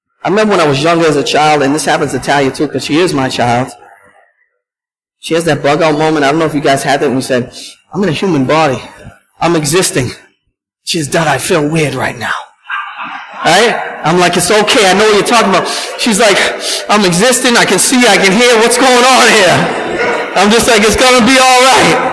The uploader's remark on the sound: at Restoration Road Church in Wakefield, MA